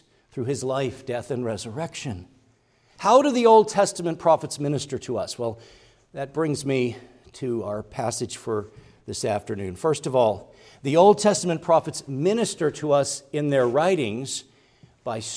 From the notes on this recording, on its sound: preached at Grace Orthodox Presbyterian Church in Sewickley, PA, during the evening Worship Service on Sunday, December 3, 2023